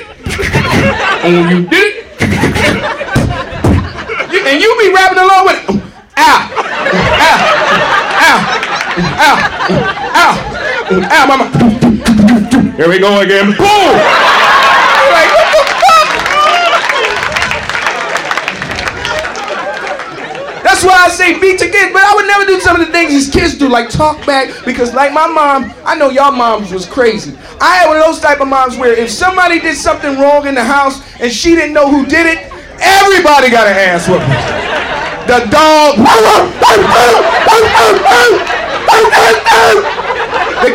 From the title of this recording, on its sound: Live at the Laff House